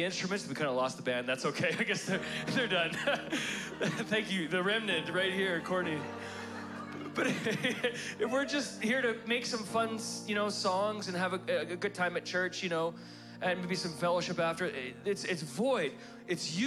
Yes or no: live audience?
yes